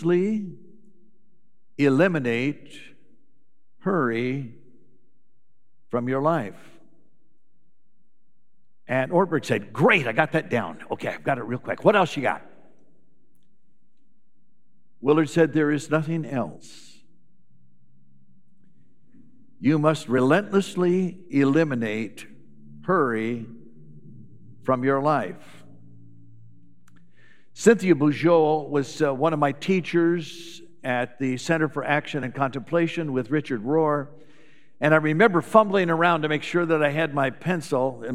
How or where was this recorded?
large echoing room